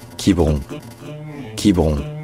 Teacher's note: Mais voilà, je sais pas pourquoi, lorsque le nom de la ville a été francisé, ça s'est un peu perdu, et la voyelle centrale est devenue carrément muette, alors que c'était la voyelle principale à l'origine.